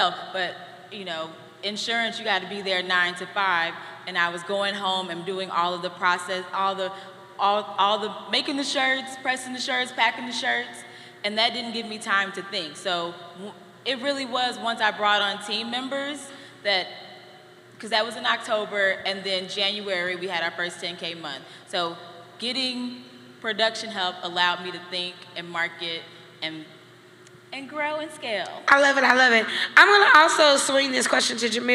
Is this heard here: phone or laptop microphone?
no